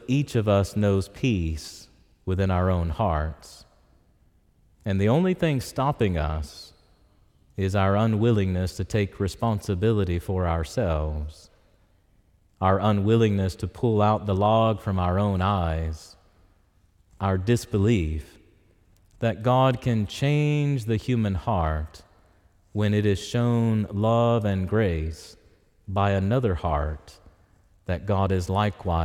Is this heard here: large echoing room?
yes